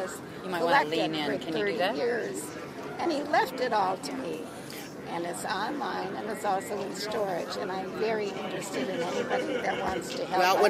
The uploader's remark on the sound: HIA 25th Conference. We set up a table in the Vape Lounge outside ( yes people the Hilton rocks) and had a blast.